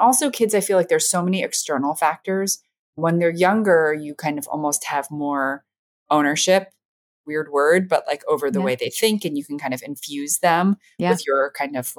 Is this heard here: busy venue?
no